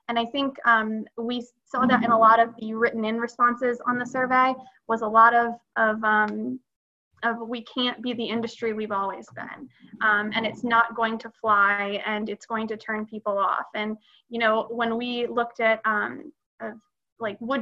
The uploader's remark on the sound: Webinar recorded on June 10, 2020